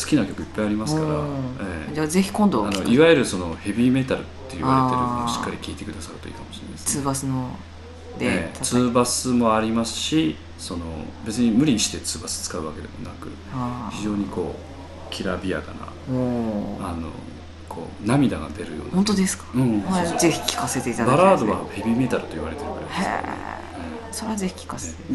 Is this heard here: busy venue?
yes